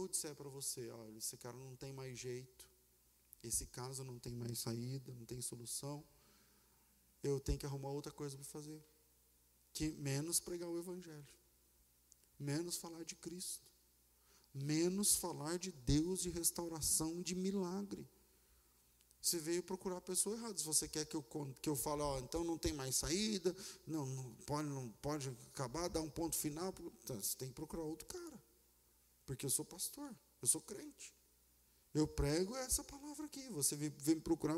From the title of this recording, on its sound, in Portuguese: Culto ao vivo